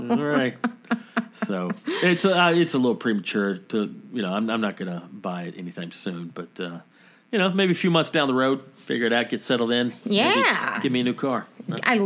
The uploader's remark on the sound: apologies for the sound quality, there's a constant buzzing that annoyed us as well.